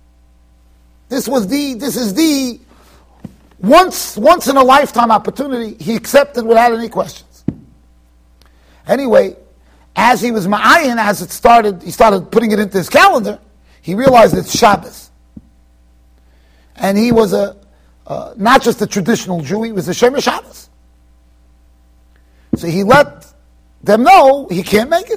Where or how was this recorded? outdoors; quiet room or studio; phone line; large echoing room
large echoing room